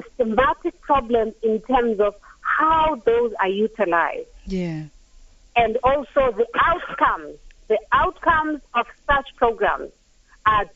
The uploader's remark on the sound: GUESTS (phone)